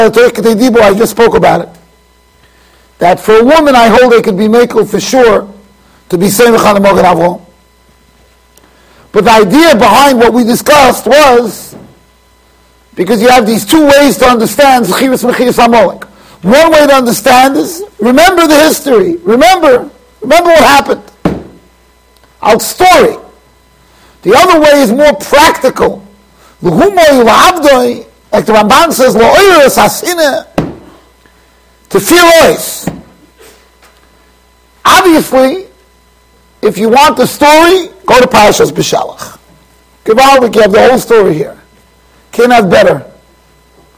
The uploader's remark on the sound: Shiur recorded in Yeshivas Ohr Reuven, Monsey NY.